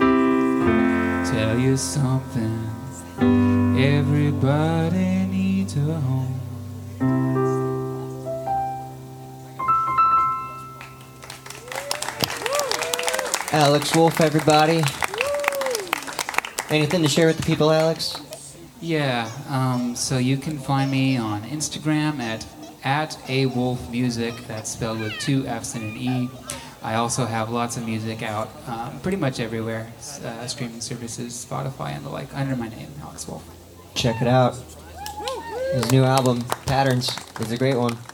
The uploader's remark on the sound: Recorded live at Late at the Lake, at Mozart's Coffee Roasters in Austin, Texas on Tuesday, June 13th, 2023, outdoors on our main stage.